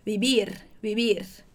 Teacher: Tem que ter esse leve sonzinho suave de B